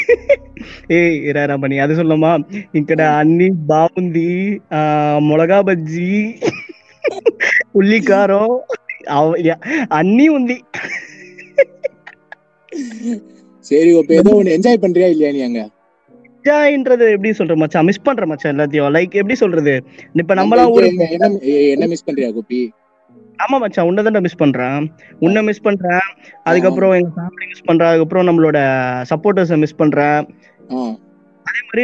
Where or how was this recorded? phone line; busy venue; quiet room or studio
phone line